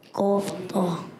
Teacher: قاف طوا موٹا بھی کرنا ہے، گول بھی نہیں کرنے ہونٹ